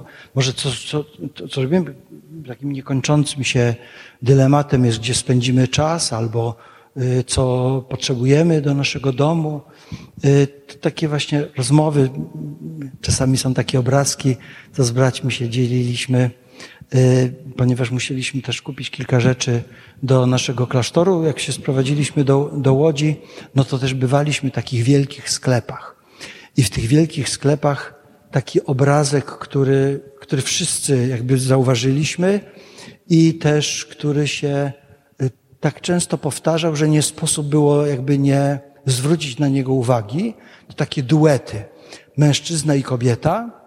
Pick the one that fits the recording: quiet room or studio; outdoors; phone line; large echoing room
large echoing room